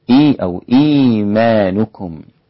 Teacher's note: هذا المد يسمى مد الصلة الكبرى لأن بعده حرف همزة، ويمد يأخذ نفس حكم المنفصل.